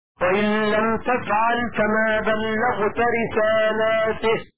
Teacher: وقرأ شعبة وإن لم تفعل فما بلغت رسالاته، هكذا بإثبات الألف وكسر التاء نصبا بالنيابة على الجمع